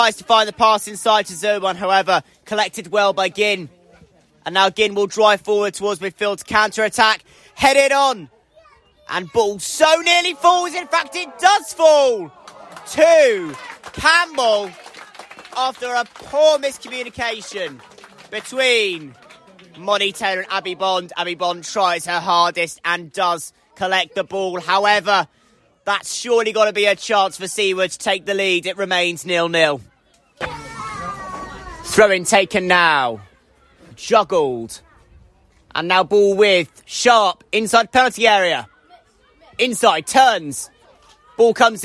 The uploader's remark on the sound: live coverage from Exwick